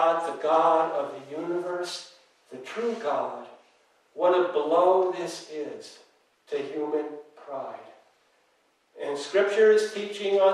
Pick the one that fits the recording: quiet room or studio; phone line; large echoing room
large echoing room